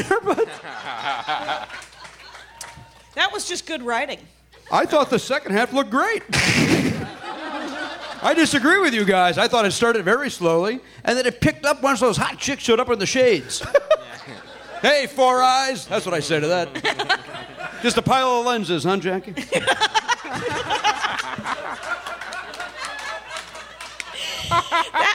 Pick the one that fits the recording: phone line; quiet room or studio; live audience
live audience